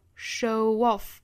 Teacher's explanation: show off 同样跟 off 做连读加一个 w， showoff。大家注意这个 w 的发音不要读得过刻意哈，不是 show off 而是 showoff， showoff。